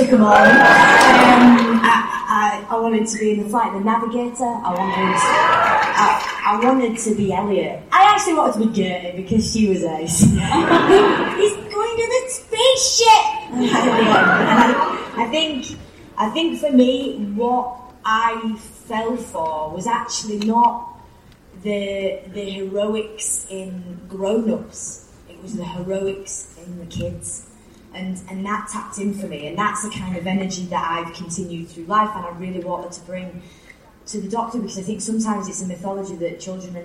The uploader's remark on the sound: Our new best friend provides the audio of the NYCC "Doctor Who" panel. The audience reacts to watching the Series 11 first episode "The Women Who Fell to Earth,".